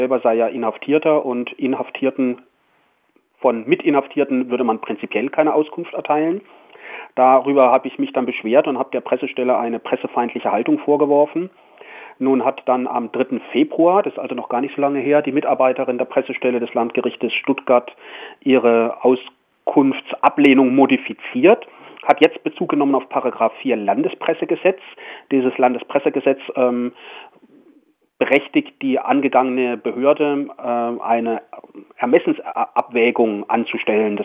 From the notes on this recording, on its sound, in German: Er berichtet am Telefon